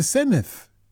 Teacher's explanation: it's the Sened with a th, not Sened with a hard D